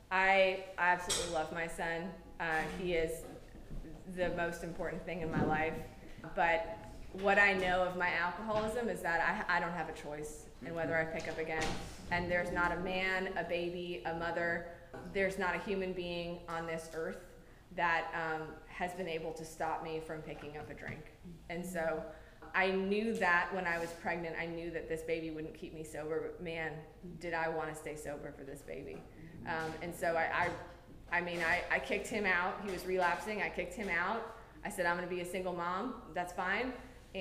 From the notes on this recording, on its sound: This episode of Big Book Workshop was recorded live from our Cinco De Mayo Celebration!